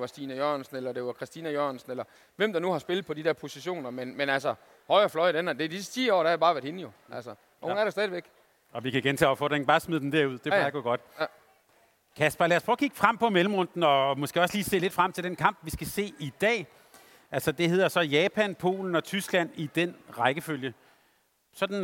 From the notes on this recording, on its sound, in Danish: Live fra Boxen. Torsdag var vi på plads på scenen i Fanzonen i Boxen forud for Danmarks første kamp i mellemrunden mod Japan. Foran et live publikum.